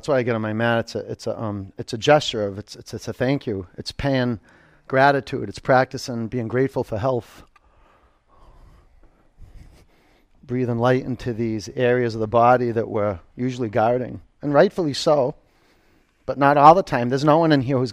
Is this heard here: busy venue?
no